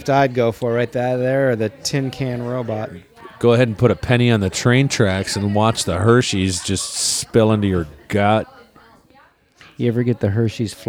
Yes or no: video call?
no